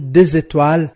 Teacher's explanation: le S de D se lie avec E de étoile et on sent l'apparition de la syllabe Z · Term: liaison